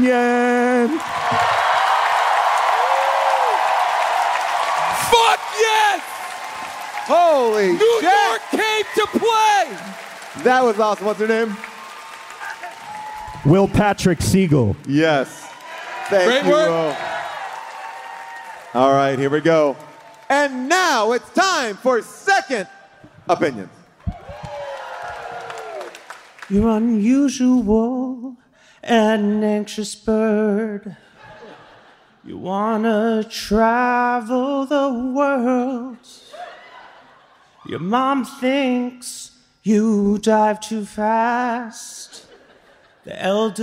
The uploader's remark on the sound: The HDTGM crew are LIVE from the Beacon Theatre in New York.